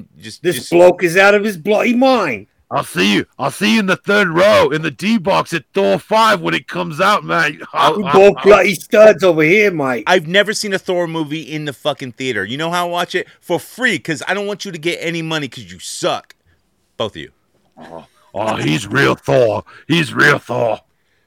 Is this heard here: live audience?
no